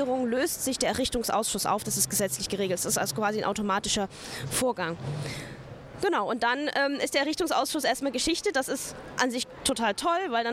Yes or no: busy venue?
yes